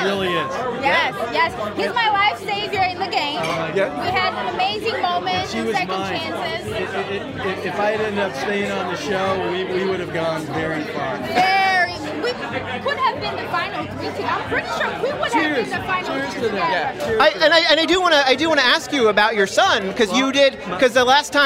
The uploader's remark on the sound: Interviews From the Survivor: Winners at War Premiere Red Carpet. Red carpet on premiere night to grab interviews with some of Survivor's biggest stars.